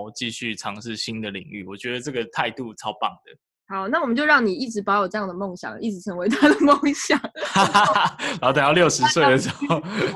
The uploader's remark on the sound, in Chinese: 遠端錄音 #ZOOM。